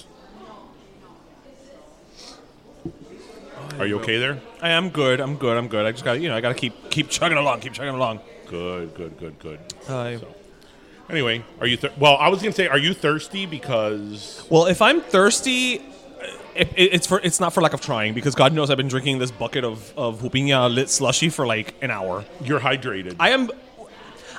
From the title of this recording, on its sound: we’re live from Dos Croquetas!!!